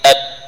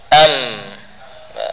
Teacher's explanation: Suaranya masih terdengar berjalan, ya. Dan suara yang berjalan tadi karena ada ruang yang terbuka pada rongga hidung · Shown in: second take · Term: mim